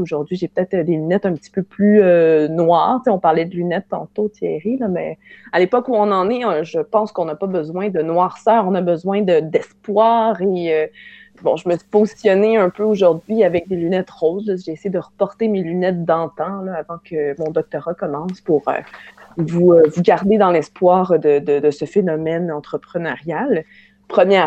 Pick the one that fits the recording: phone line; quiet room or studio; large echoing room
phone line